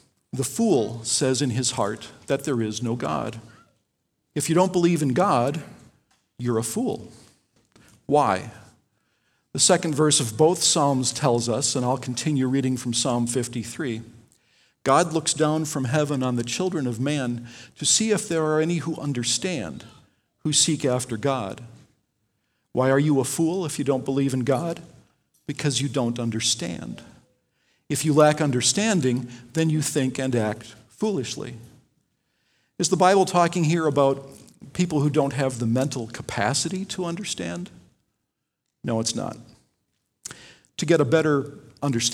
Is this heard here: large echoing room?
yes